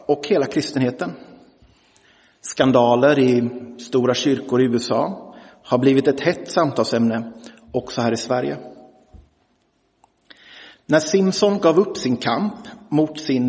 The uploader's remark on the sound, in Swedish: Inspelad i Roseniuskyrkan den 29 januari 2023.